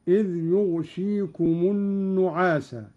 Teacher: قرأ قالون بإسكان الغين وكسر الشين مخففة